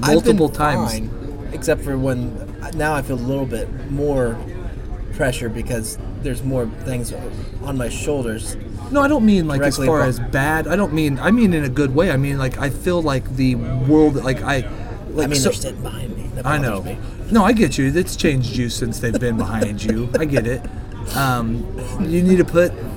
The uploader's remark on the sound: Live from Applebees